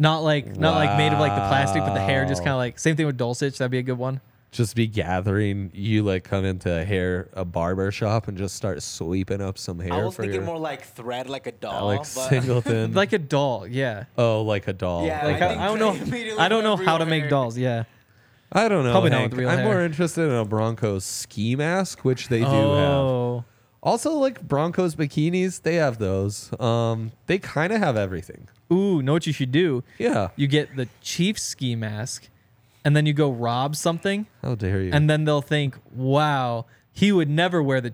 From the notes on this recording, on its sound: coming to you LIVE from the DNVR Bar